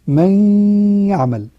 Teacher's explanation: نصف لساني ونصف خيشومي، يبقى 50% من الفم و50% من الخيشوم، يعني ما أصبحش إضغام كامل. · Term: إدغام ناقص